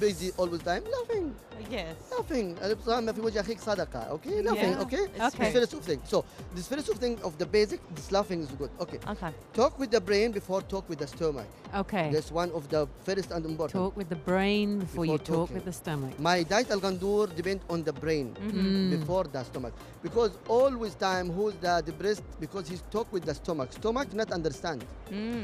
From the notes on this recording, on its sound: Live from SIBF 2023.